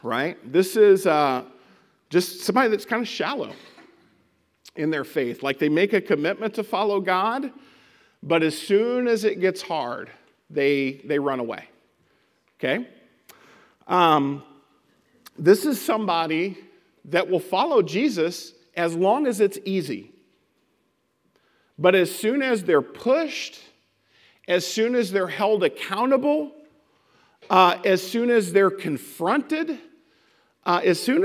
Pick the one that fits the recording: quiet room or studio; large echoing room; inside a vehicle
large echoing room